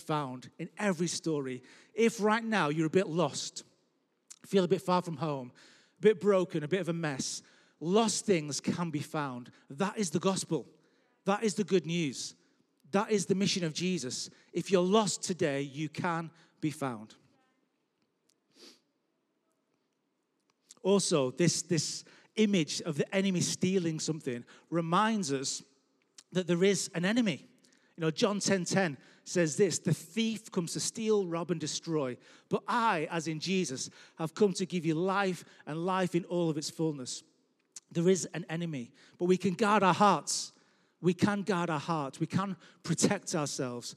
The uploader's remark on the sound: Record live at Life Church Lancashire Sunday 20th June 2021.